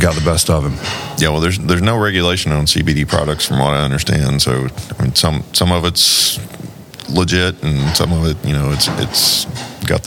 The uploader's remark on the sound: in an interview recorded at the 2023 South Carolina Trucking Association's Annual Meeting